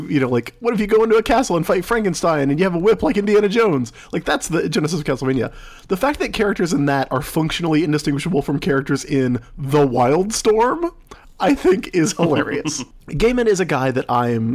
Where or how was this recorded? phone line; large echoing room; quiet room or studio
quiet room or studio